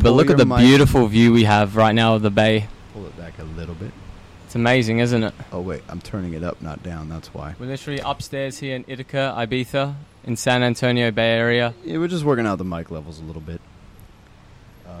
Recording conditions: busy venue